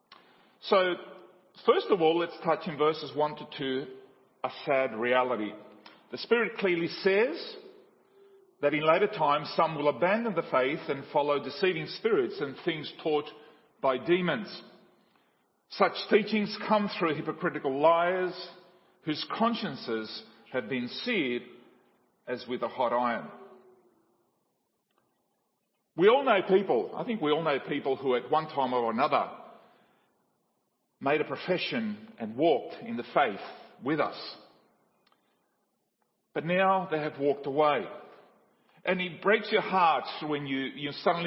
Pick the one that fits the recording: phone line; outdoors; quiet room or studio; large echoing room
large echoing room